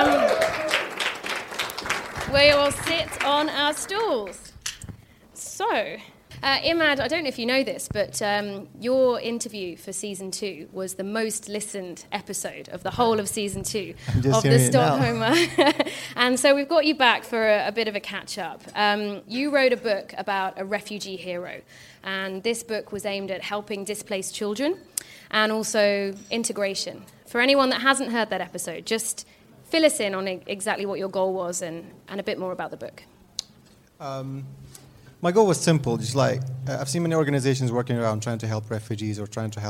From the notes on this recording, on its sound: Recorded live in front of an audience. This episode was recorded at Sthlm Music House , Stockholm's new hub for entrepreneurs working in music, media and tech.